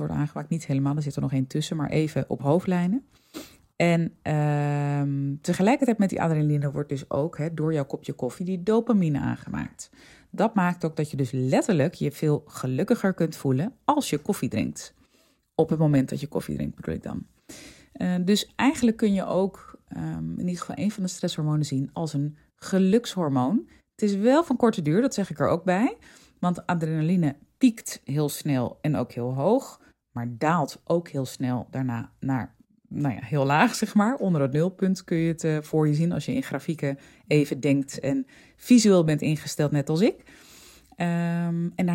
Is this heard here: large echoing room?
no